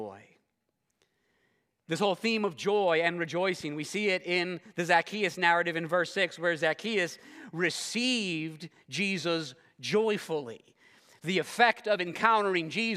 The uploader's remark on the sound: This sermon was preached at Covenant Fellowship Church.